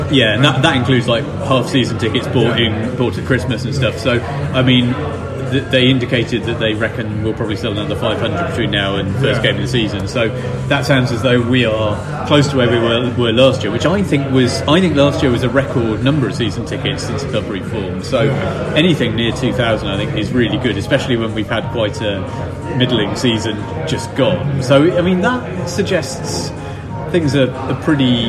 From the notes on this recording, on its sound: Apologies for the audio on this one - Tiny Rebel was noisier than we expected and we'd forgotten to bring a proper mic!